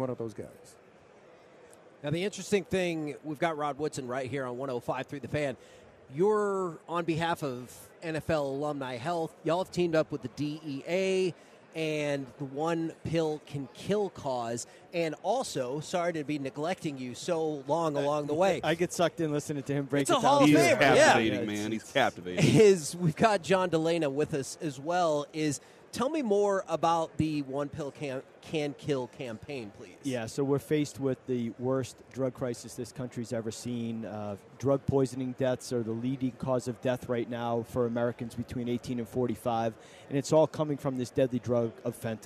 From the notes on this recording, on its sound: LIVE from Radio Row in Las Vegas!